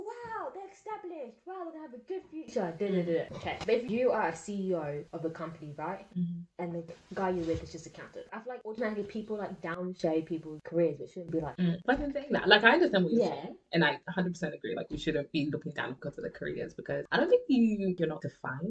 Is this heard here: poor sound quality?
yes